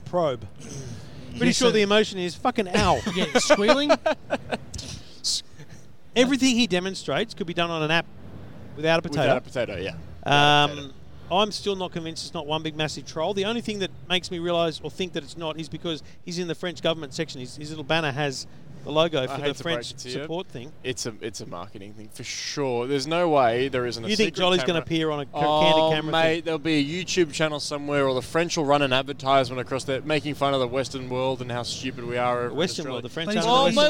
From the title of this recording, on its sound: live from CES